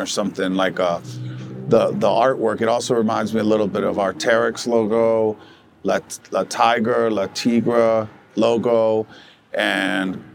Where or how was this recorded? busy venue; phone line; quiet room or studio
busy venue